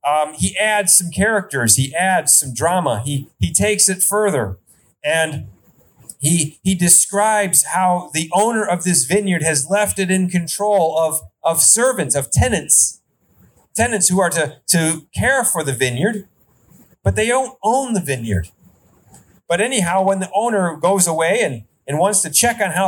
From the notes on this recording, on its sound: Outdoor Service. Sermon recorded live AT HOLLAND FMC.